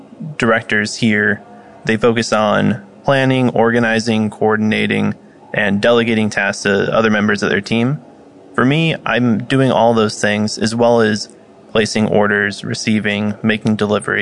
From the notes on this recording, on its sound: live at AHRMM23 in Orlando